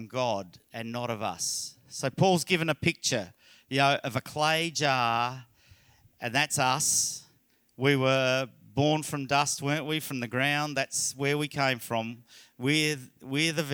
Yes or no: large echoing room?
yes